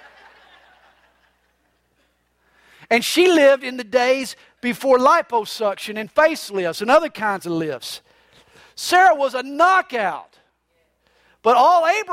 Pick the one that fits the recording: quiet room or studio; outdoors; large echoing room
large echoing room